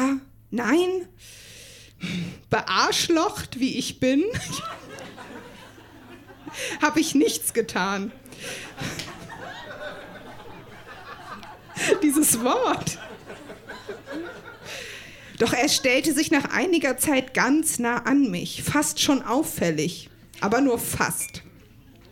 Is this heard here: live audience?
yes